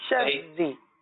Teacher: شر زین، دیکھیے یہاں پر تشدید کی ادائیگی کو واضح ادا کیجئے، شری نہیں پڑھیں گے، شری غلط ہے، شر زی، اور را کو باریک پڑھ دیں. صحیح ہے، را کی باریک ادائیگی ہوگی کیونکہ را کے نیچے زیر ہے اور را مشدد اپنی حرکت کے مطابق پور اور باریک ہوتی ہے.